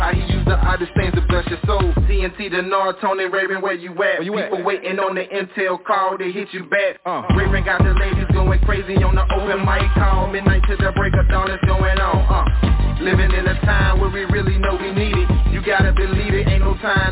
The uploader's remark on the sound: TNTSuperfantastic Conference Call